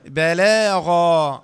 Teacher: عند الوقف غين فتحة، غين فتحة ألف مد عوض حركتان وقفا، بلاغا في هذا، لا بلاغا.